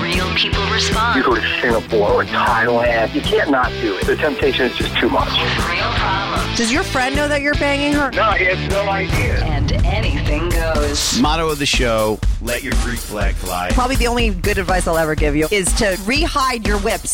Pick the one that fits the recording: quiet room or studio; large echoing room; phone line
phone line